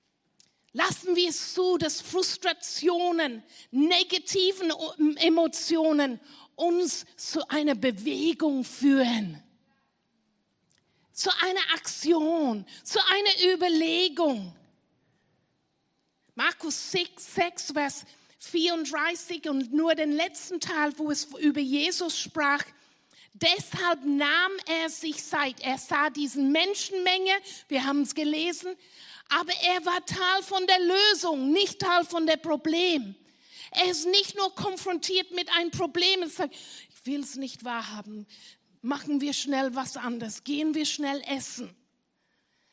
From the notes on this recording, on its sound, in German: Gottesdienst live aus der LIFE Church Wien.